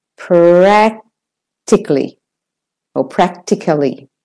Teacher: So the second A is said as a schwa. In other words, the weak and it's shortened. · So the a is the one that you have to make. A is a short vowel, but you have to make the a slightly longer because that's the stressed syllable.